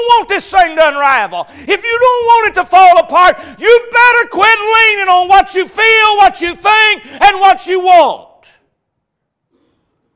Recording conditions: large echoing room